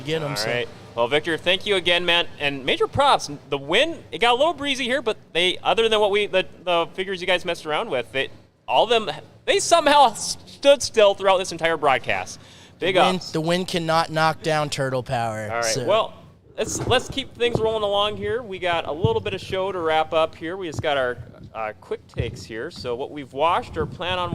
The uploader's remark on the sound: Live from Grand Forks Fairgrounds! We are live from the Greater Grand Forks Fairgrounds!